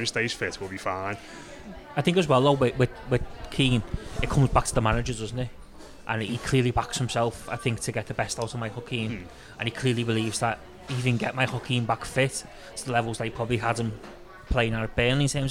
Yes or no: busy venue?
yes